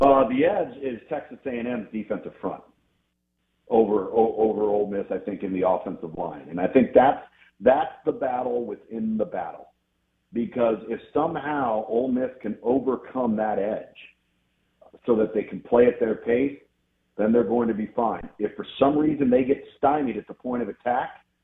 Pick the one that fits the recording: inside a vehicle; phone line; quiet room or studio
phone line